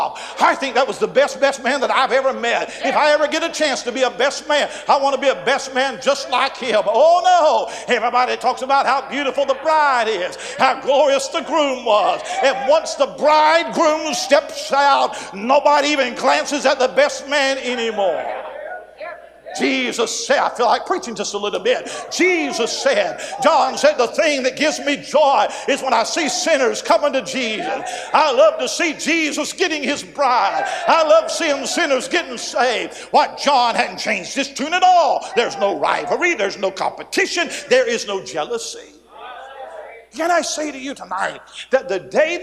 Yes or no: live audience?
yes